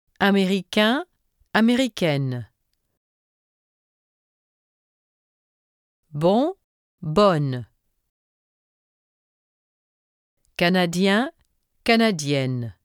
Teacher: Notice that in the feminine in these examples, there is also a final consonant n sound on the feminine form.